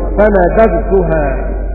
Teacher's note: ولذا بفا نبذت، نبذت يعني في قوله تعالى: فنبذتها، أظهر يعقوب الذال مع التاء في هذا الموضع أيضا